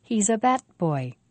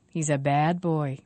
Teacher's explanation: D is a voiced sound, and we say the vowel before a voiced sound for a longer time. · Shown in: second take